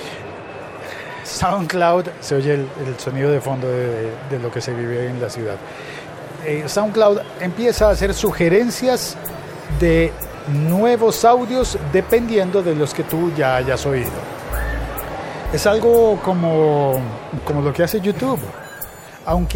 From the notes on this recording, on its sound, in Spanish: De fondo se oye la reunión de gente en la plaza para ver la transmisión desde La Habana de la firma de los acuerdos de paz para Colombia.